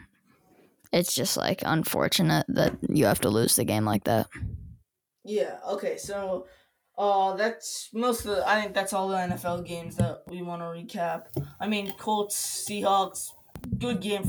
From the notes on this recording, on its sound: We apologize for the mic troubles in this episode